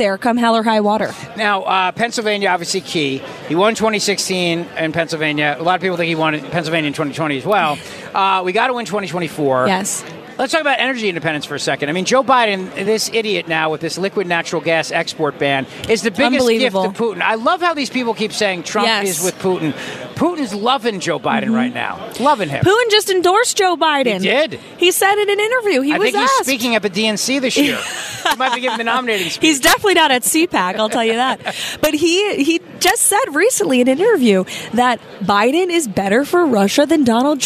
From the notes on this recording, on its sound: LIVE from CPAC in Washington D